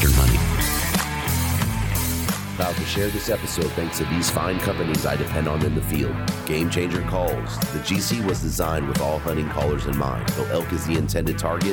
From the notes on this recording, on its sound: Live from The Initial Ascent Mountain Dude table at Hunt Expo 2020. Sit down at the Mountain Dude table and record.